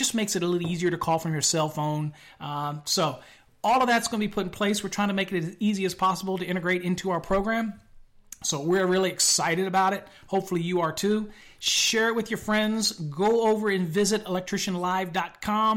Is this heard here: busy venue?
no